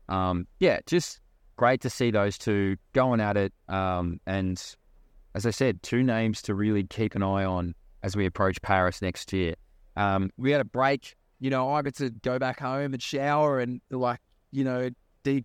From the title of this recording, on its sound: LIVE FROM THE WORLD CHAMPS